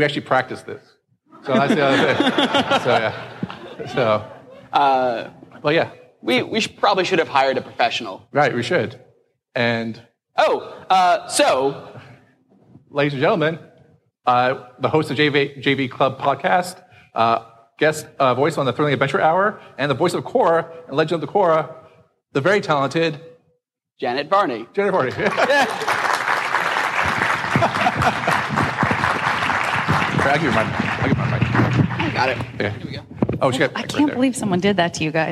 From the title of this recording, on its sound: Live at SXSW